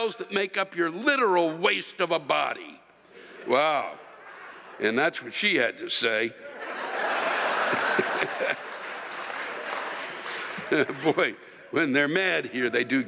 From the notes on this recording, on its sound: While stuck in traffic somewhere on I-80 west of the Donner Pass. The live rants come from the shows in Reno, NV, Monterey, CA, and Turlock, CA.